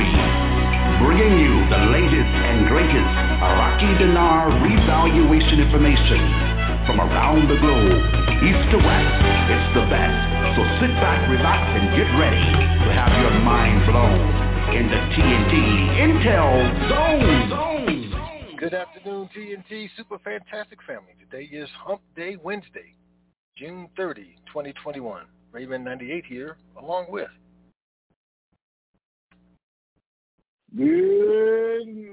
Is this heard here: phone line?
yes